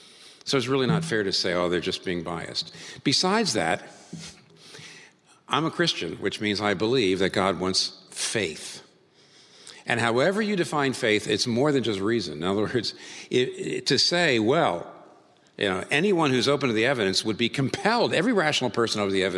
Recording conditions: live audience